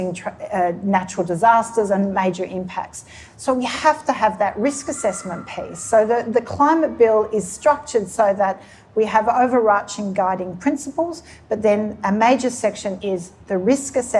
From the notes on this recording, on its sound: recorded live in conversation